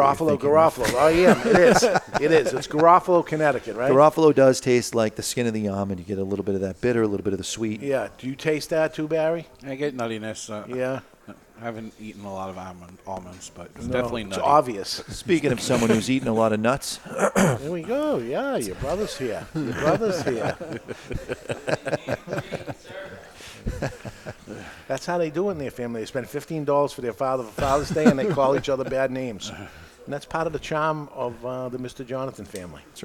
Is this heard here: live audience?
yes